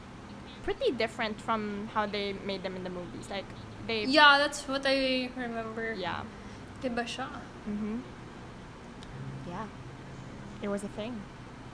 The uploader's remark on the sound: they know about the weird whirring background noise.